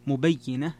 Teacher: قرأ الجمهور مبينة بكسر الياء مع التشديد